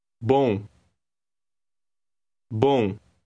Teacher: The M at the end of that word sounds like a nasal N.